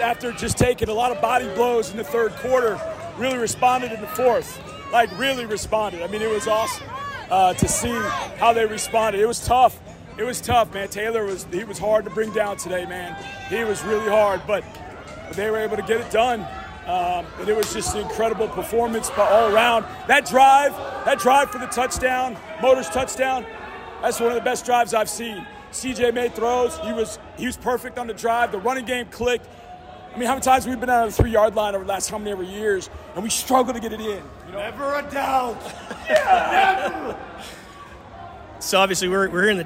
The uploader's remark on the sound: goes inside the locker room with some excited players